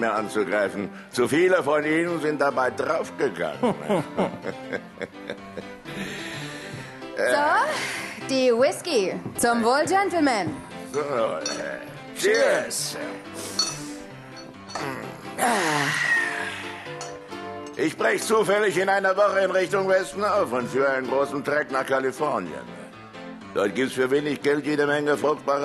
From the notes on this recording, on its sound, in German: Ein Live-Hörspiel, aufgenommen in der Alten-Kantine, Kulturbrauerei Berlin.